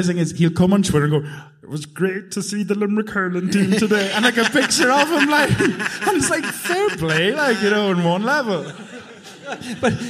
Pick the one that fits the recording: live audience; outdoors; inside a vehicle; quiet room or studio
live audience